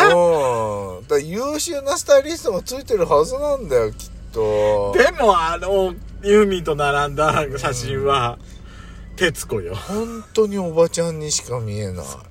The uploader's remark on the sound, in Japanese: From Radiotalk。パーキング収録。